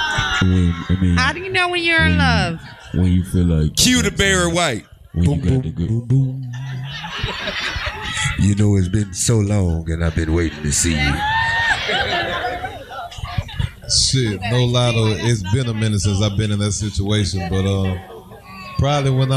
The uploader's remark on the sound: Live From The Highline Ballroom